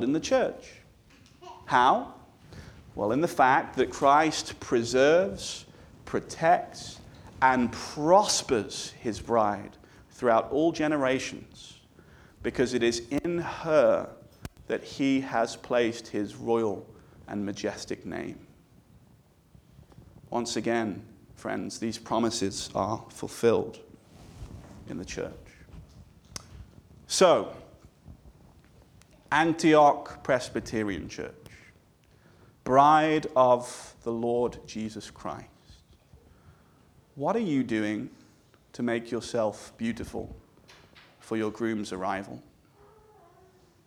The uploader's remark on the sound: This sermon was delivered on January 14, 2024 at Antioch Presbyterian Church, a mission work of Calvary Presbytery of the Presbyterian Church in America located in Woodruff, South Carolina.